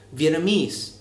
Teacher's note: So, like in English, our country's name is actually pronounced Vietnam, and the language, which I believe a lot of people mispronounce, is called Vietnamese with the stress on the last syllable